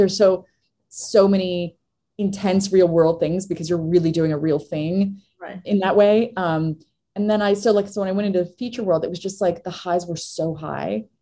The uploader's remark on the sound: Virtual Q&A.